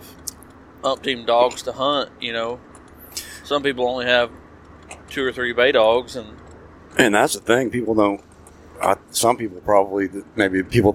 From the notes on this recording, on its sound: On the drive home we recorded a run down of the hunt.